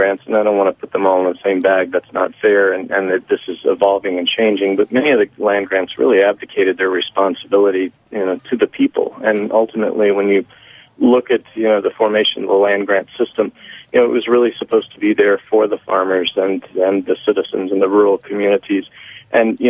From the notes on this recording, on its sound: phones in to talk to us